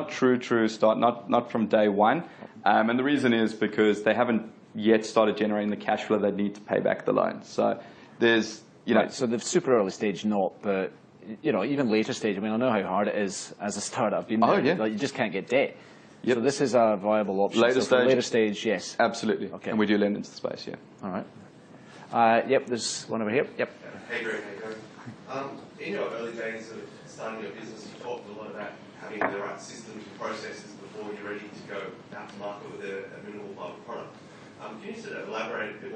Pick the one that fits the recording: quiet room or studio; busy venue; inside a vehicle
busy venue